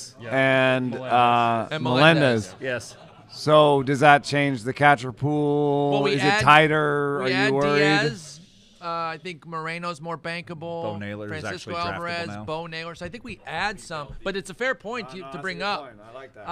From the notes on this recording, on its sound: Live from the AFL 2023. Live from Arizona, the boys let it fly in the desert during the First Pitch Arizona conference. Joined by several special guests throughout the episode.